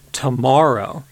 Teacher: that part of the word ma has a slightly higher pitch, and it's longer, and it has more intensity, more stress than the surrounding bits. · Term: stress accent